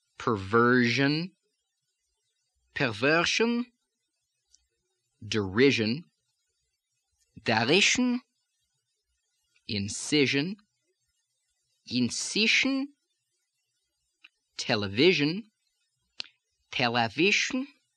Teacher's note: another fricative is the zh sound, which becomes the voiceless sh in medial and final position, although usually it's in medial position in verbs.